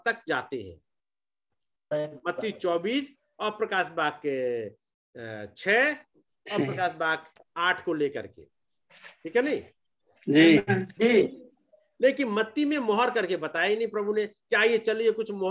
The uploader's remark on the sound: Zoom Meeting